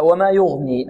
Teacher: الغين مفخمة والياء مرقة